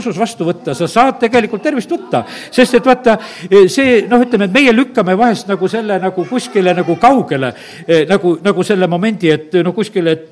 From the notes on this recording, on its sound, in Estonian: Audio salvestus koosolekult